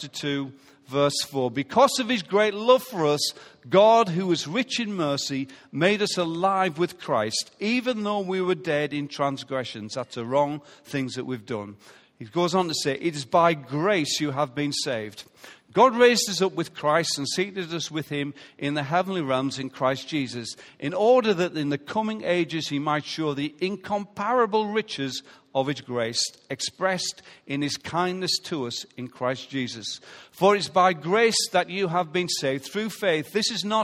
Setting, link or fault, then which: setting, live audience